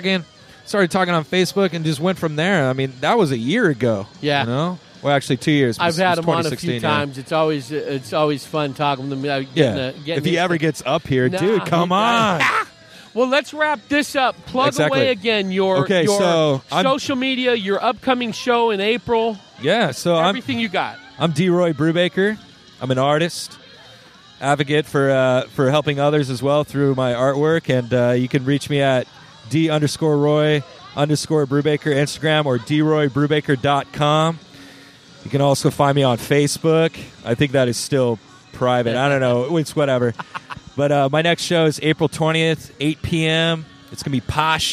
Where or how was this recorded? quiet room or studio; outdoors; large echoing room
outdoors